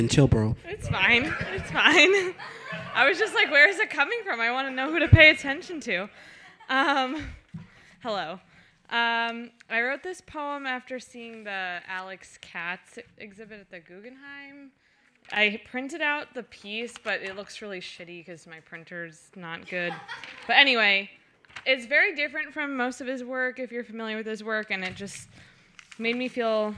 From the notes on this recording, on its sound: Brooklyn Poets Yawp open mic